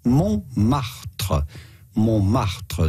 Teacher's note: The T in the middle is silent